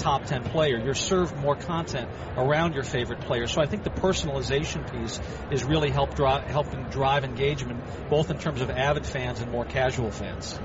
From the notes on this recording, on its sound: Live from the 2016 US Tennis Open.